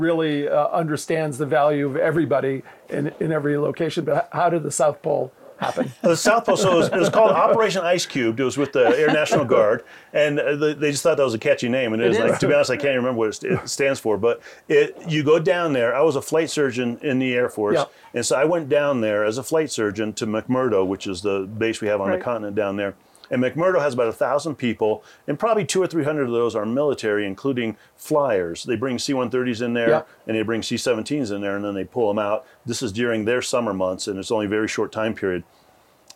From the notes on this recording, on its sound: On Location at Aspen Ideas: Health